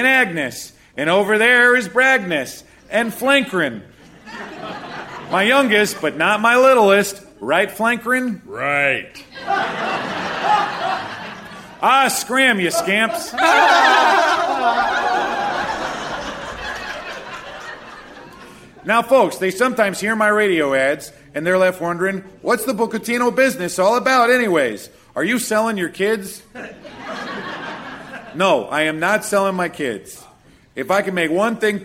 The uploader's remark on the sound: Recorded Live 9/7/2013 at Largo, Los Angeles.